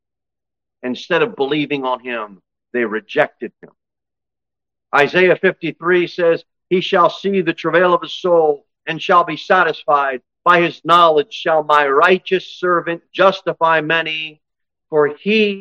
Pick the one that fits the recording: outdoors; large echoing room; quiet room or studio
large echoing room